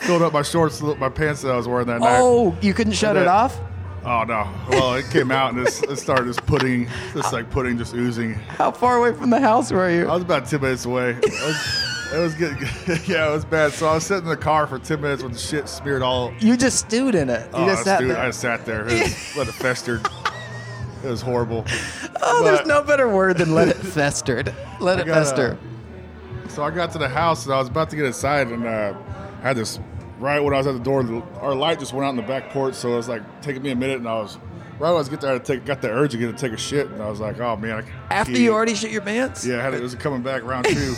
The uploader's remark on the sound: I hit the streets and recorded lot of random poop stories.